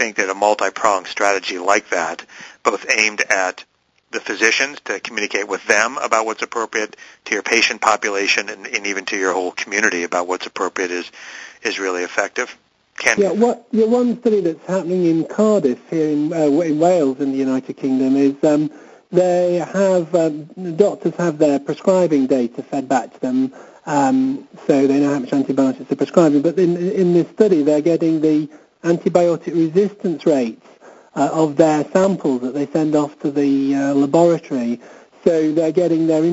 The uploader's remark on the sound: Author in the Room® Teleconference